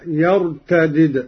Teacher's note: قرأ قالون على فك الإدغام أي بدالين: الدال الأولى مكسورة والثانية مجزومة هكذا: يرتدد، وهي لغة أهل الحجاز، وعليها الرسم المدني والشامي.